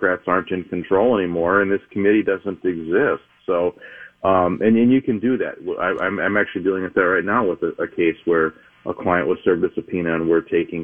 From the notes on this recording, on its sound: I did a phone interview